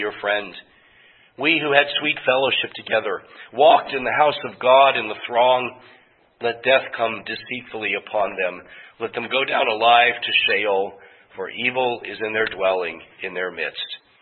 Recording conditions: large echoing room